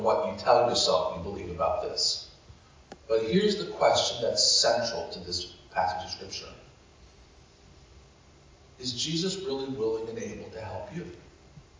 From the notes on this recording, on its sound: Apologies for the audio quality this week. Due to some technical difficulties we couldn't record using a direct feed.